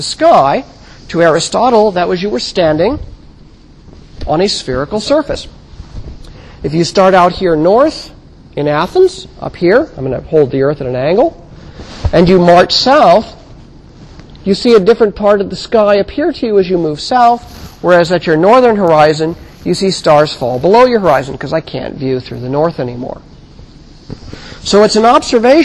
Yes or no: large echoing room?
yes